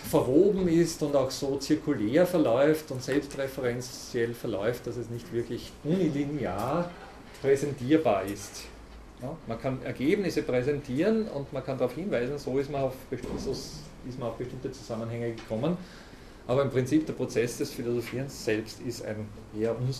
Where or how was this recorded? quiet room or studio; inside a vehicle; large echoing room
large echoing room